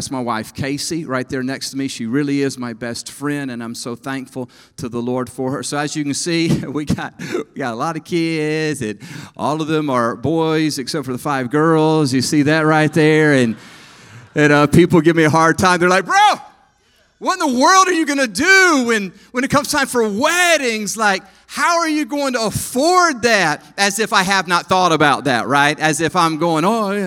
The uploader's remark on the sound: EQUIP Conference 2022 – Main Session 1